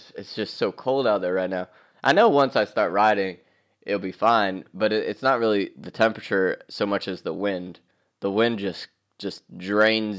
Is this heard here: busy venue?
no